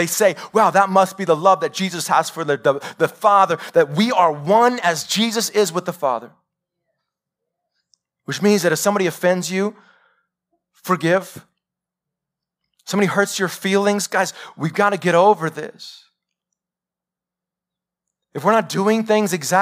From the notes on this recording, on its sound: Live sermon recorded 21-Mar-2021 .